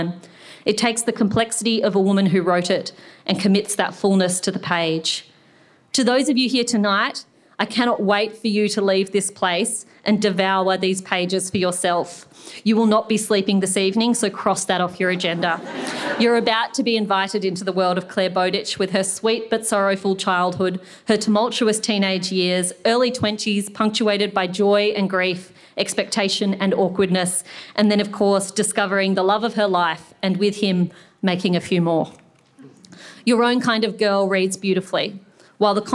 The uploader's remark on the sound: This is a live recording from our event.